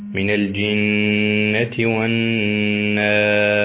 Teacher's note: الغنة بمقدار حركتين، وهي الصوت الخارج من الخيشوم